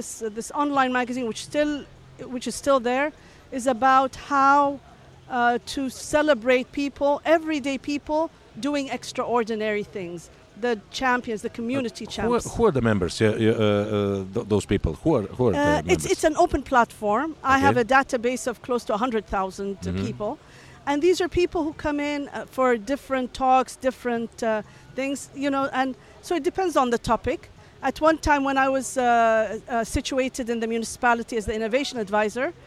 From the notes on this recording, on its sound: Special Episode from Step Conference 2023! TCO has set up a booth at the largest tech festival in Dubai, where emerging markets and global startups come together.